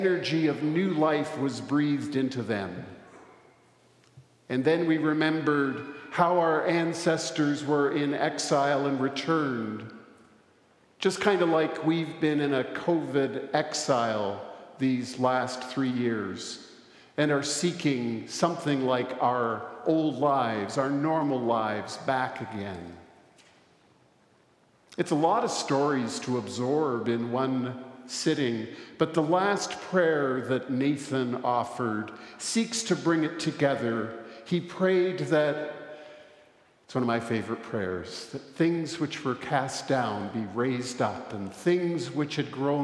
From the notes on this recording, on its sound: Recorded live at the Easter Vigil on Saturday, April 8, 2023.